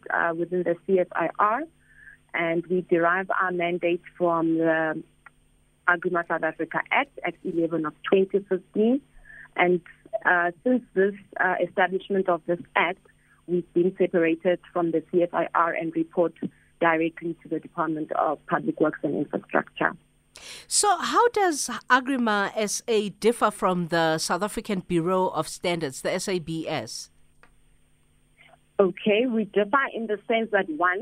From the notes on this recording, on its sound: we are joined on the line